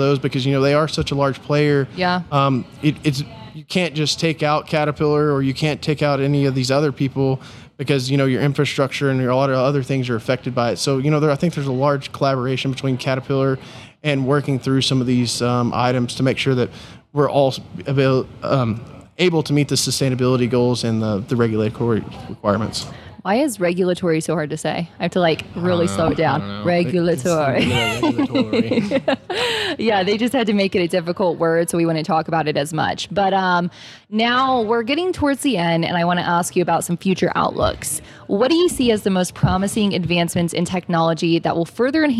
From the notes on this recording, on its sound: During the PBIOS conference